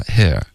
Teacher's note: 在英国呢，他们可能就会舌根稍微低一点发 here